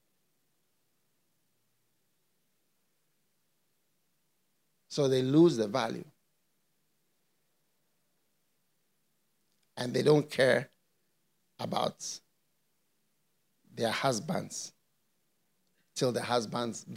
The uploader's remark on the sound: Preached at the FLOW Church Service.